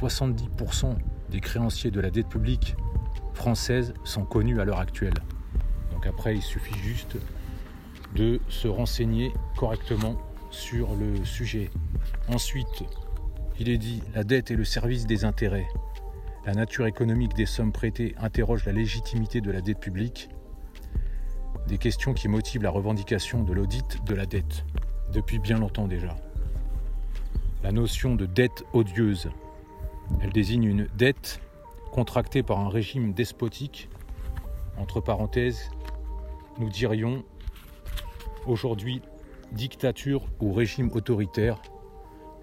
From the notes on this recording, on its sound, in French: Podcast enregistré en extérieur